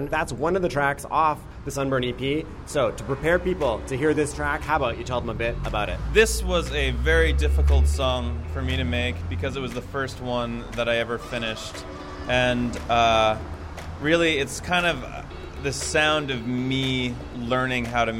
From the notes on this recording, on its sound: The Biltmore was too loud and outside was too rainy, so we ended up standing in the doorway at the top of a long set of stairs that ended at rush hour Kingsway--this is why you can hear both traffic and the echoes from the long hallway while we chat.